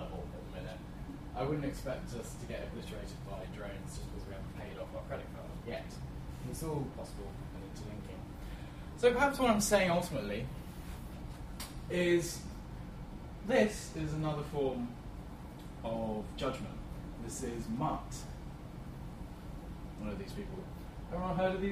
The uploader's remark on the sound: Friday lunchtime lectures at the Open Data Institute